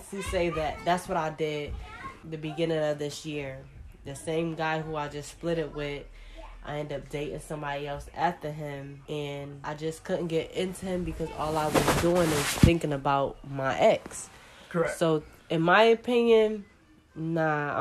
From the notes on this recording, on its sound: Please excuse the background noise since this was a HOMEMADE Podcast.